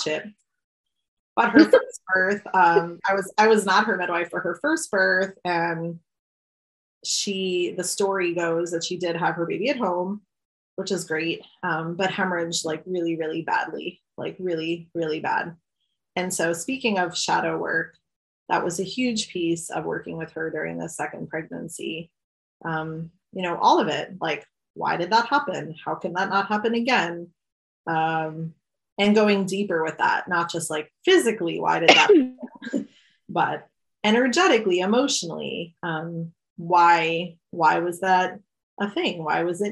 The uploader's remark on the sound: recorded this New Moon zoom